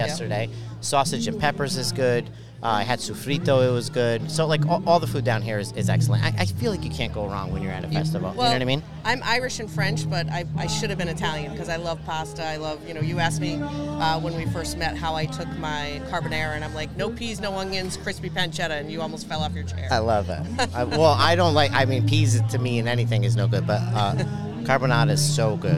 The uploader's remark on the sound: Live from the Southington Italian Festival